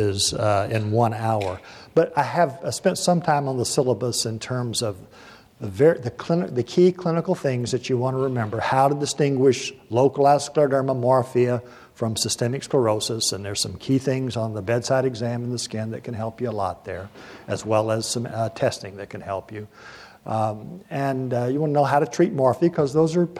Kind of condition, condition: setting, live audience